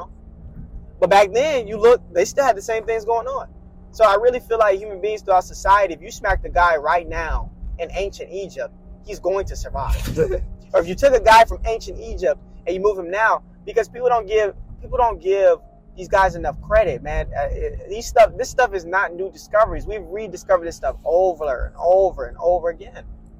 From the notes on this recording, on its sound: Just some kids who're talking about real life, in the car. CLEAR AUDIO.